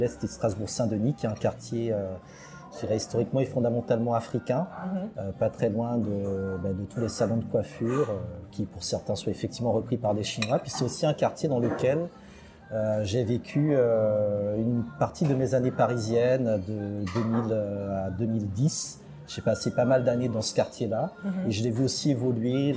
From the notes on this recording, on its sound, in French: Je l’ai retrouvé à Paris, dans un café. Un peu de bruit d’ambiance donc, autour de notre conversation.